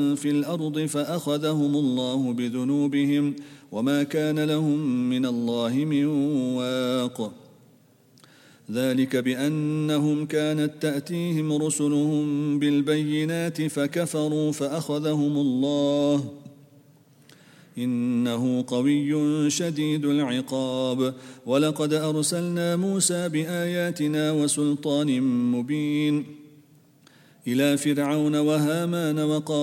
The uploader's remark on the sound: at the Houghton Masjid (West Street)